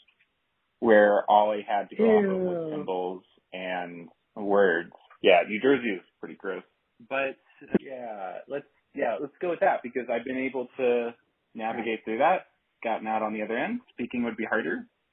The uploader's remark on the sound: Premium entertainment meets crappy audio quality.